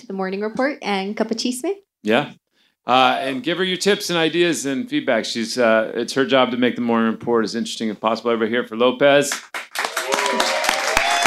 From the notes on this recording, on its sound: It was a packed house at Whistle Stop Bar this week. The homey "Greater Golden Hill" establishment has long been the heart of our live podcasts and this was our first show back since the pandemic — in front of a sold out crowd.